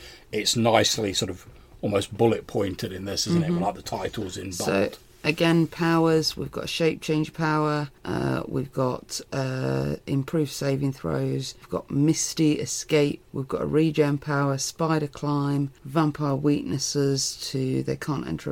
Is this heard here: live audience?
no